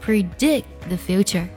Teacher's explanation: future is to createit。预测未来的最好方法就是创造未来。接下来我们来看一下这句话该怎么读才听起来比较地道呢？首先，the best way 可以听到 best 的特点省掉了，对吗？To predict 这里呢，我们可以将 t o 这个介词做一个元音弱读，读作 t。Predict thefuture，可以听到吗？它的词尾 c 和 t 呢做了一个不完全爆破，甚至 t 在读的时候都直接省掉了，做了失去爆破。所以呢，听起来是 predict thefuture。接下来 is tocreate it，这后半句的 t o 呢，同样要做元音弱读。读作 t 的音，最后两个单词我们进行连读，读作 created。你一定听出来了，我会把 created 的音呢做了一个美式浊化，所以呢，轻轻的把它读作了的的音，created，created，听出来了吗？好的，接下来呢，请结合完整的学习笔记。跟着我的慢版带读，再来梳理一下这句话的发音技巧。The best